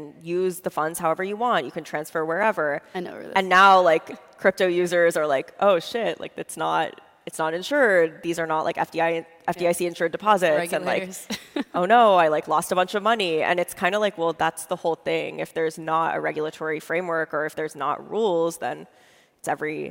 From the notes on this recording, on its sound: Live from TC Crypto. We tore up the script for our Thursday episode this week, which we recorded live on stage at our TechCrunch Crypto conference in Miami.